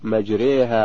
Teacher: تقرأ بالإمالة أي بتقريب الفتحة نحو الكسرة والألف نحو الياء